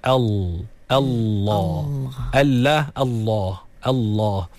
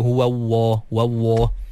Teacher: Jadi dia tak guna pun makhraj lam yang lam, betul. Jadi sebenarnya Allah tu lam. Dia lam. Lam yang tebal. · Shown in: first take